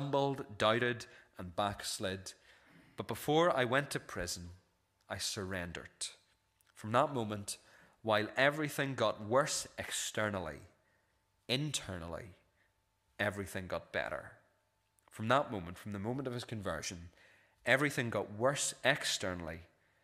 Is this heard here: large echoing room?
yes